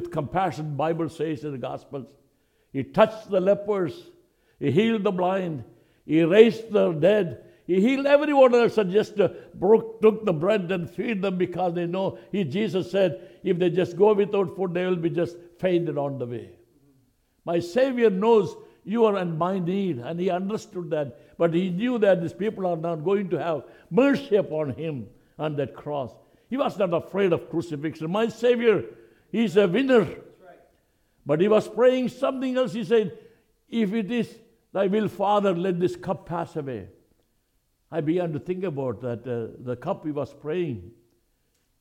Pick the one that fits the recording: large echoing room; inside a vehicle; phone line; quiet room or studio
large echoing room